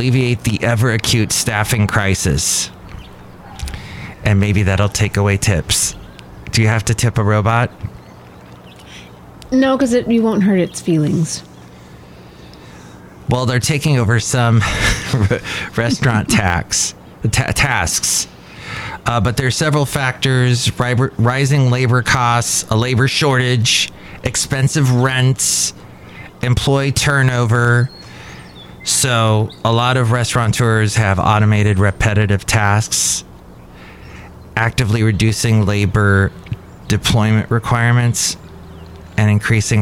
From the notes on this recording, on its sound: Podcasts live from Café Anyway.